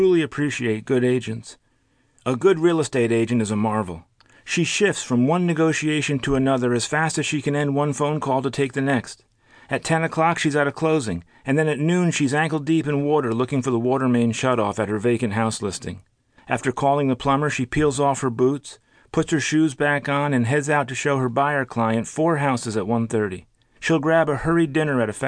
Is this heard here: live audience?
no